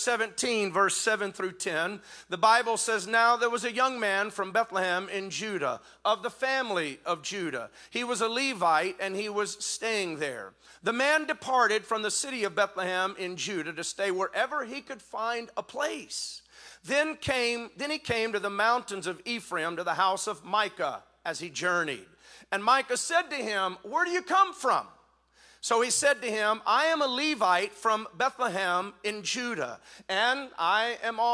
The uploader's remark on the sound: spoke this message at the 2021 NTX District Men's Conference